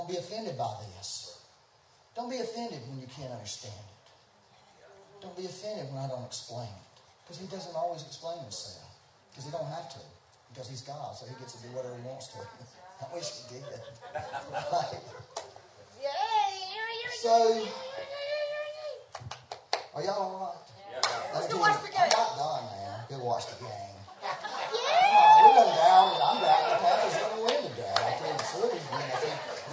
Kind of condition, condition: fault, poor sound quality